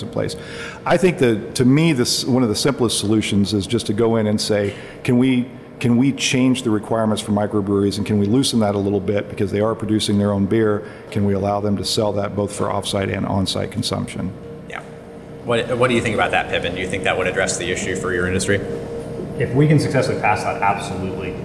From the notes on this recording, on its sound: We don't do the three person format very often - and we don't record on location too much. The sound is going to be a little more open than usual.